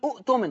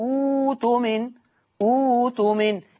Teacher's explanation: يبقى الهمزة اللي وراها هبدلها واو لأن ضمت همزة الوصل · Shown in: second take · Term: إبدال الهمز الساكن